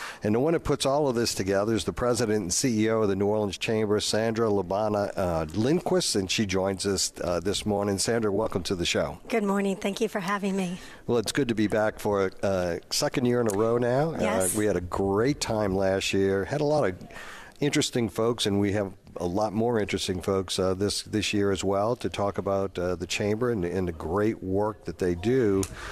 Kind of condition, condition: setting, busy venue